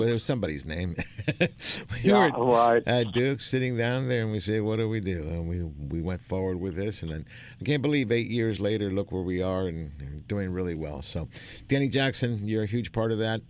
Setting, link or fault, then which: setting, busy venue